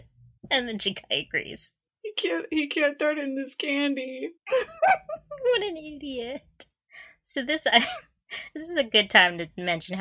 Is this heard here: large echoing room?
no